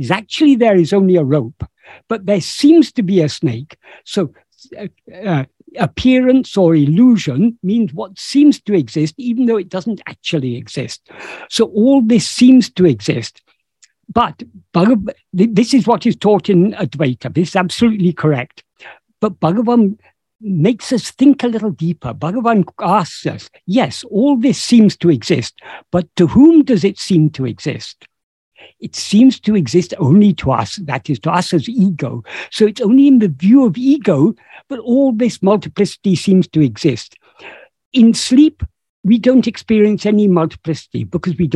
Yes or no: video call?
yes